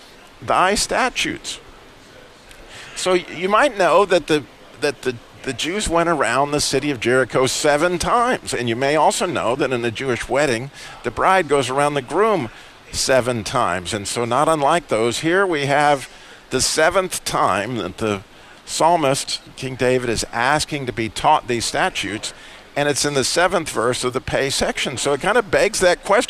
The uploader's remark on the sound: Live Today from The Butcher Block in Downtown Winston Salem. Live Today from The Butcher Block in Downtown Winston Salem.